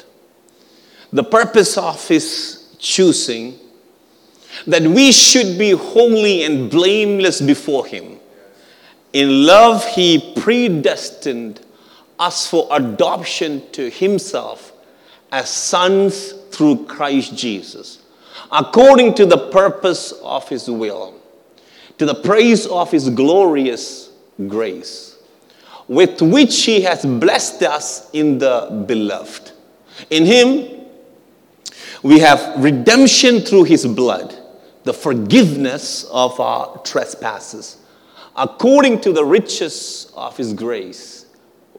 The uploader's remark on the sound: at our March 2023 Edmonton Gathering at Calvary Community Church